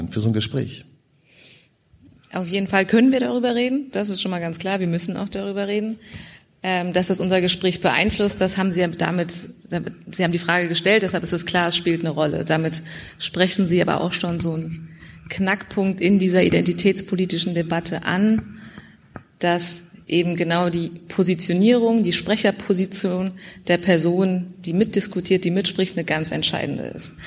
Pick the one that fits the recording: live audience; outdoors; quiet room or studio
live audience